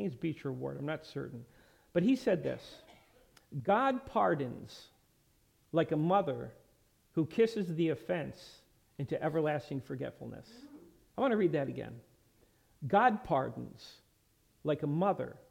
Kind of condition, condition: setting, large echoing room